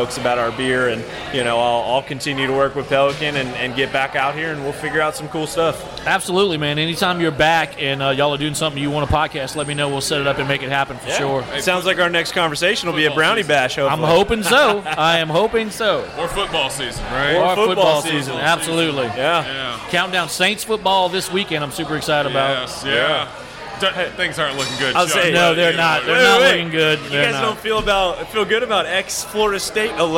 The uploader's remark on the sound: drops in to Mid City Beer Garden in Baton Rouge to enjoy some tasty beers